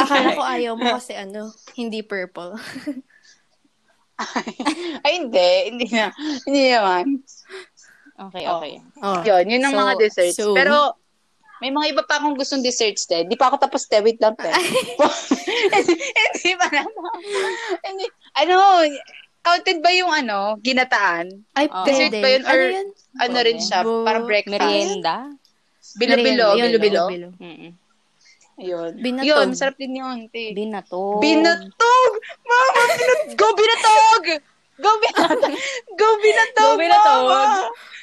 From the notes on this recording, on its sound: experience an INSANE amount of technical difficulties